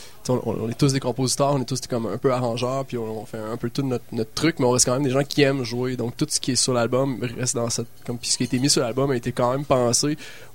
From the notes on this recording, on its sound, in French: Présentée sur les ondes de CKRL 89,1, en direct du bar Le Sacrilège.